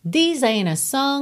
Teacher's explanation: Tem aí consoante oclusiva, por exemplo, T de ain't, que você nem escuta, né? This ain't a song, você vai do N direto pro A.